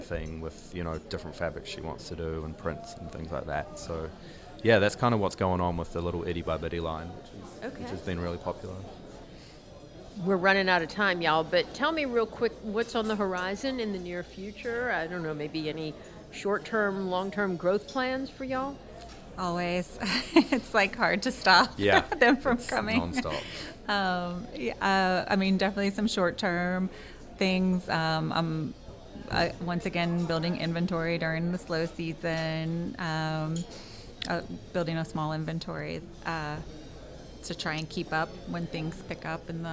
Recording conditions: busy venue